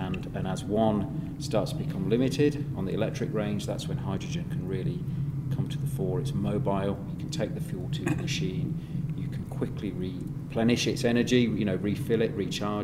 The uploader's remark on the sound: Recorded with JCB at CONEXPO-CON/AGG in Las Vegas.